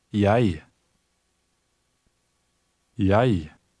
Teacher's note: The letter combination EG is often pronounced EI in Norwegian.